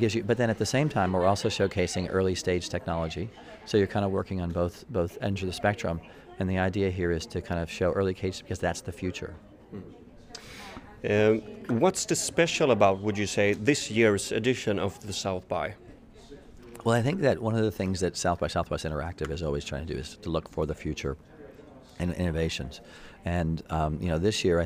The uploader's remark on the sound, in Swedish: Från SXSW i Austin. Kommunikationspodden kör hela veckans avsnitt från festivalen South By Southwest Interactive i Austin, Texas.